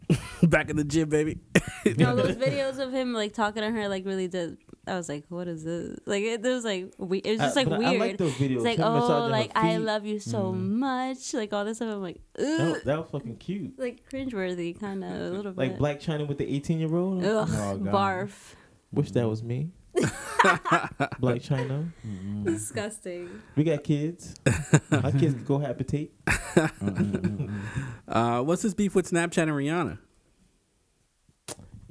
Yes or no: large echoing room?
no